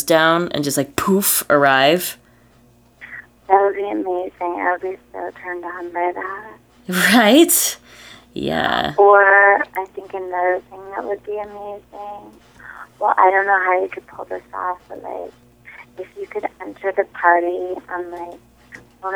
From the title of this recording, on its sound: A Sexy Phone Call